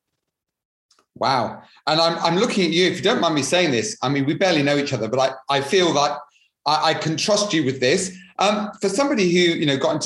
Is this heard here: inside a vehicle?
no